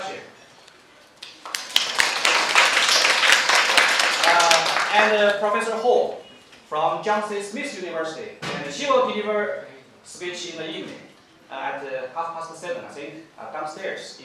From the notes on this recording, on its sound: This recording was made at Sichuan University